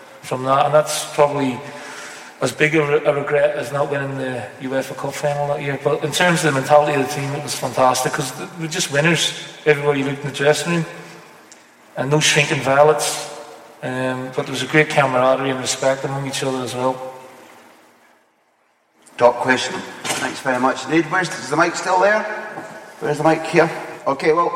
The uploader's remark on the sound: Live: The Q &